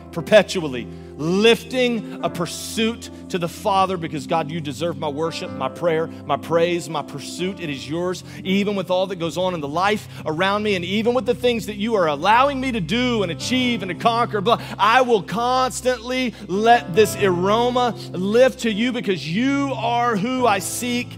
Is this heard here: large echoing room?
yes